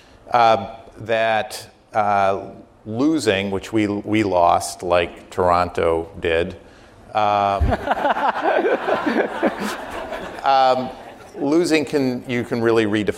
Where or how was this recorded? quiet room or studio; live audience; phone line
live audience